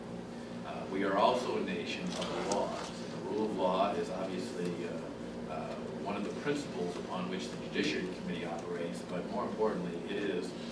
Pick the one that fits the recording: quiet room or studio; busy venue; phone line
busy venue